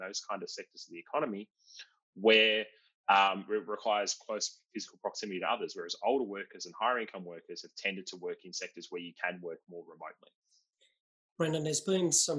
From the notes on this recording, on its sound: Planning for recovery: Australia after the pandemic - Webinar recording. In this Grattan Webinar recording, a panel of policy experts provided perspective on these questions.